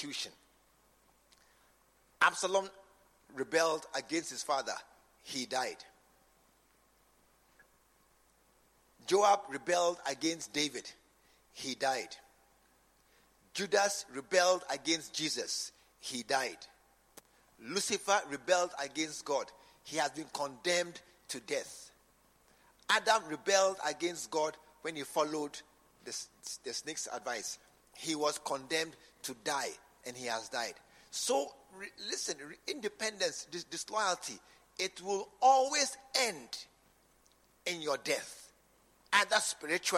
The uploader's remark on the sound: preached at the True Vine Cathedral, Bantama